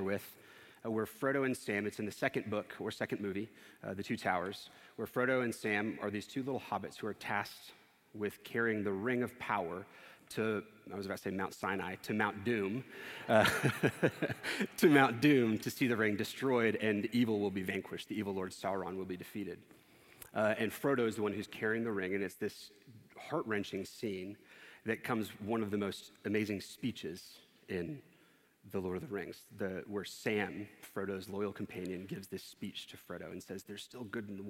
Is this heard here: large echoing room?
yes